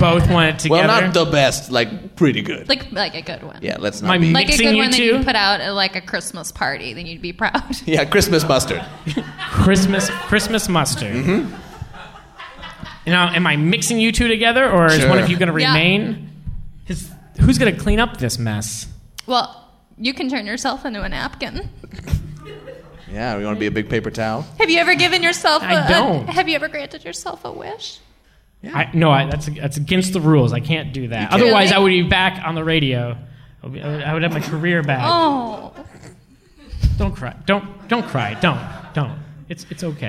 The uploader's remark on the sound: Improv comedy on stage live in Portland.